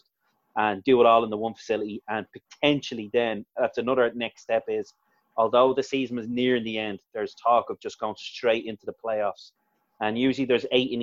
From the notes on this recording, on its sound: FA Cup Weekend Zoom Show.